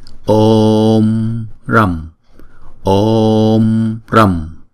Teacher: Chữ O là diphthong cho nên chúng ta đọc kéo dài 2 nhịp Om. Chúng ta kéo dài chữ O trước 2 nhịp, sau đó chúng ta mới đóng chữ O lại.